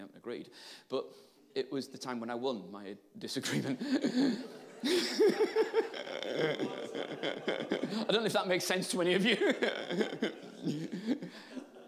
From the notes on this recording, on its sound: Live at Catalyst Hub. A live session from the most recent Catalyst Hub in Worcester.